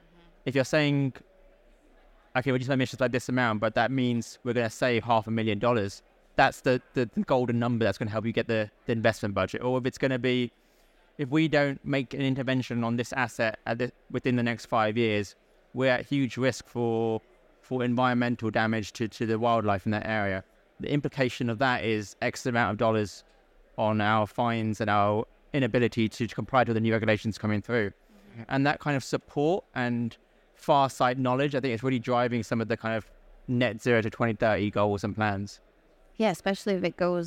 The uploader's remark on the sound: Recorded live at ADIPEC 2023